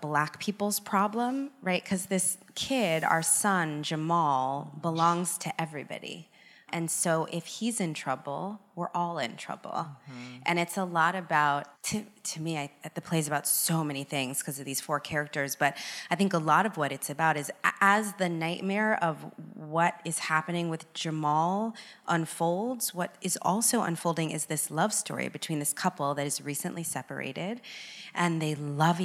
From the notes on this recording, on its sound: In front of a live audience.